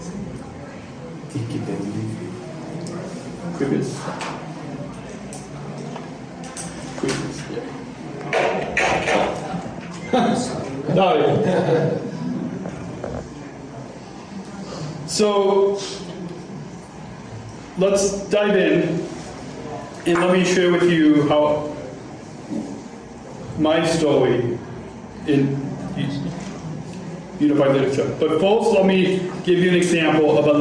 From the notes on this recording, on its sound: LIVE From Global Forum for Inclusion in Berlin. Recorded From Berlin, Germany.